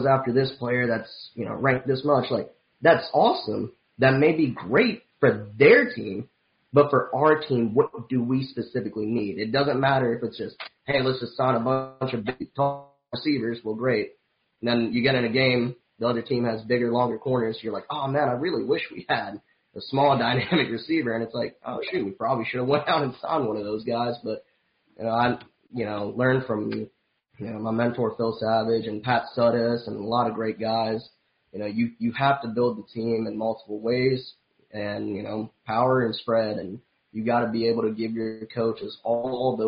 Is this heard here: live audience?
no